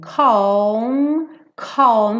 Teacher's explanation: Percebe que tem um arzinho nesse C, né? Não é calme.